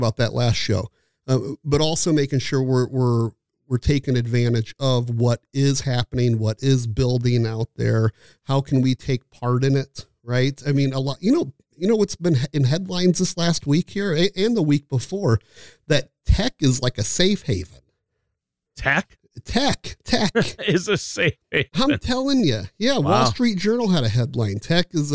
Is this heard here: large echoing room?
no